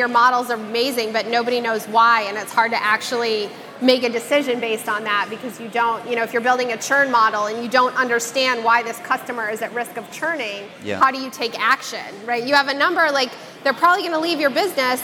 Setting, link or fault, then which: setting, busy venue